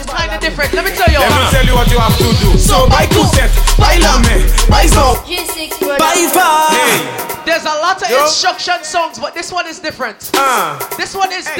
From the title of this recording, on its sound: Live At BACCHANAL & BRUNCH